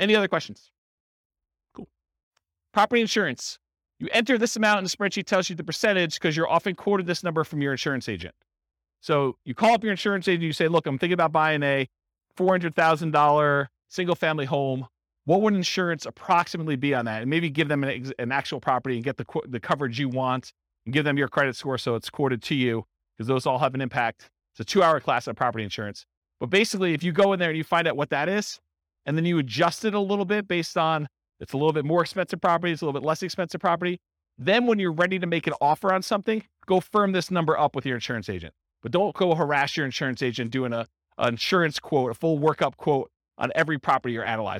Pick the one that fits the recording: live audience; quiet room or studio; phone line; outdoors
live audience